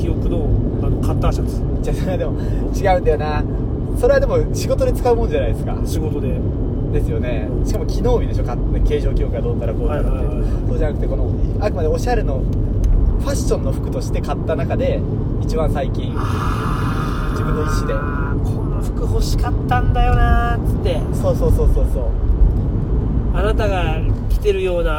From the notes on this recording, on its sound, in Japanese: 営業中の車の中で